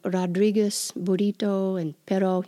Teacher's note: It's the flapped R. It's not the English R.